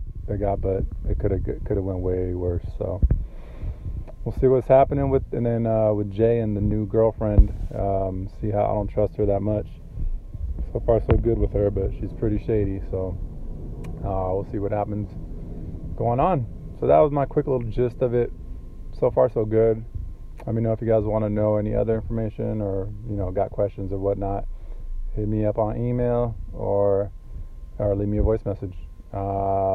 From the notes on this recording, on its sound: while in my car at lunch